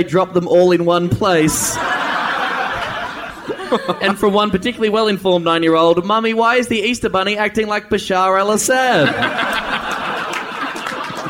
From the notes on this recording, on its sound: LIVE IN AUSTRALIA! The Bugle makes it's live debut in Australia!